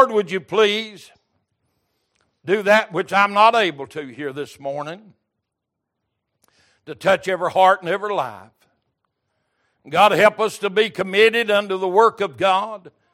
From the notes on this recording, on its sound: Recorded February 5, 2023 - Sunday Morning Service